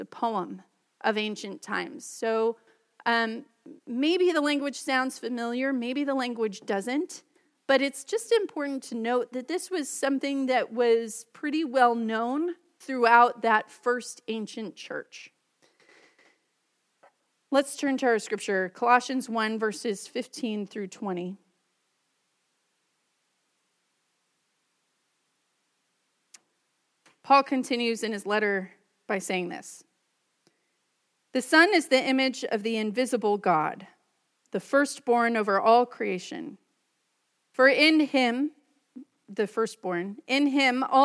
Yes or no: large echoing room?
yes